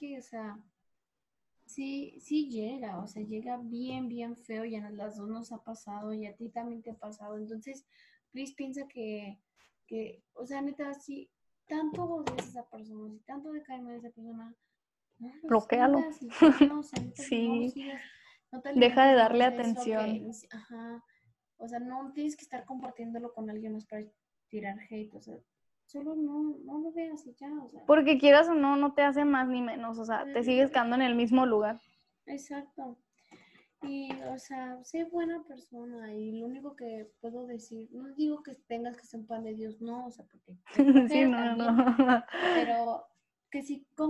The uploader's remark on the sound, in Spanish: Tuvimos algunas dificultades para grabar.